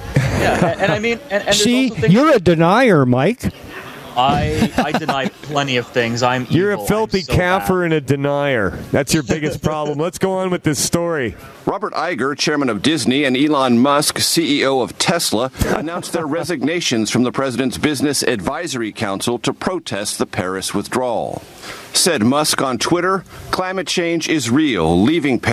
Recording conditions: outdoors